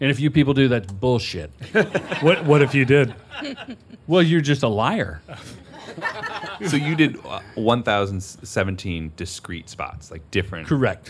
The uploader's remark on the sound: We are happy to present a live show. They've joined us and a packed audience.